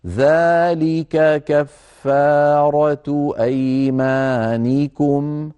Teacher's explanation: فنبين الكاف الأولى من الثانية فلا نجعل الفم يعني يخلط بينهما أو يأتي بإحداهما غير واضحة الصوت.